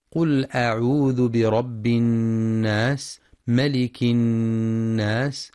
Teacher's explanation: وينتبه القارئ للغنة في النون المشددة من كلمة الناس، فهي أكمل ما تكون، مع بيان صفة الهمس والصفير في السين.